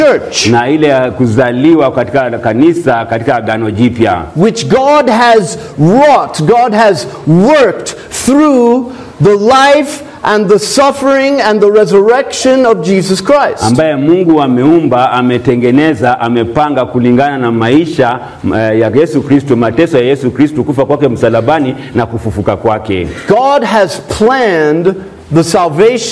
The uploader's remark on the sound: This sermon was preached at Mercy Baptist Church in western Kenya.